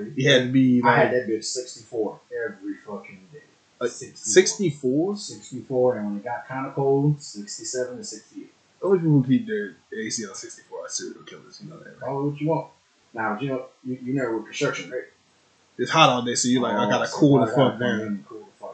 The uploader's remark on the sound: Slight Audio issues in this episode